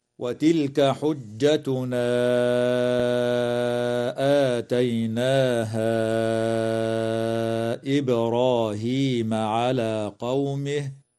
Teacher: وتقلقل الباء في كلمة إبراهيم